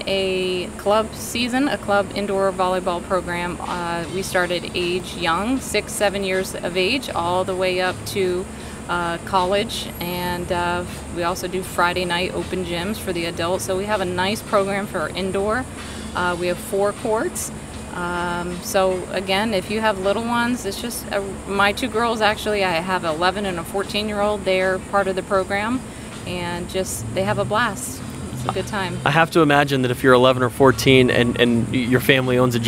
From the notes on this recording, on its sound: Vero Beach Social Media Pop-Up Podcast. We're live, on location at Chive in Vero Beach, Fl.